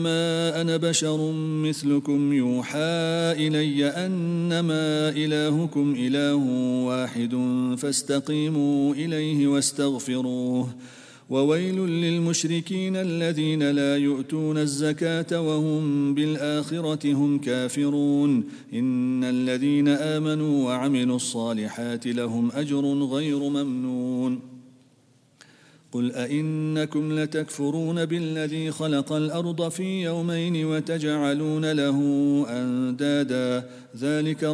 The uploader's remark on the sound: at the Houghton Masjid (West Street)